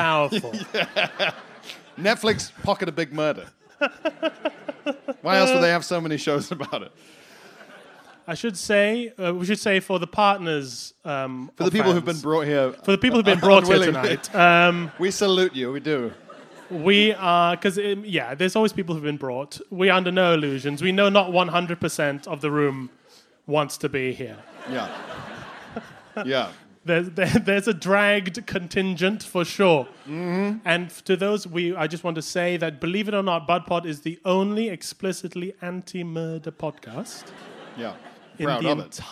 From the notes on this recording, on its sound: BudPod Live at the Leicester Square Theatre!